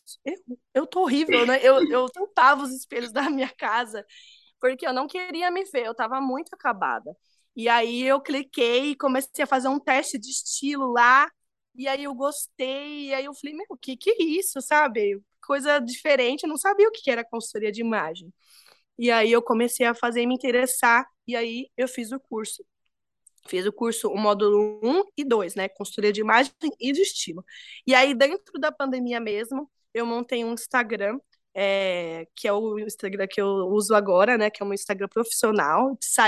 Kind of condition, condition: link, video call